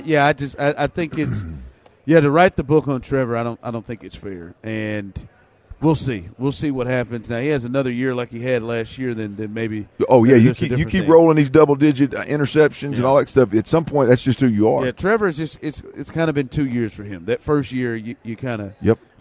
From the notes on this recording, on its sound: LIVE from Radio Row in Vegas